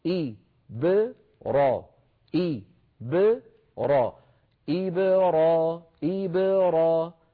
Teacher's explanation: فعلى القارئ أن ينطق هذه الباء ساكنة مقلقلة غير متأثرة بالكسرة قبلها إي ولا بالفتحة بعدها را، فلا يقول إبراهيم متأثرا بالكسرة ولا يقول إبراهيم متأثرا بالفتحة التي بعدها، بل يسكن ويقلقل، والقلقلة كما ذكرنا ونكرر دائما اهتزاز، نبرة، نبرة يعني اهتزاز.